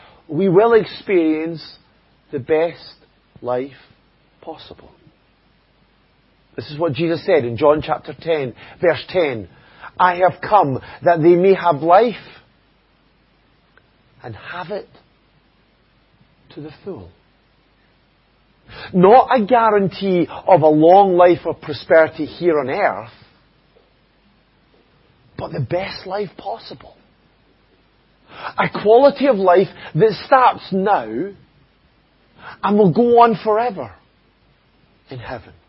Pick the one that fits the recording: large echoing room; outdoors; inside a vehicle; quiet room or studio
large echoing room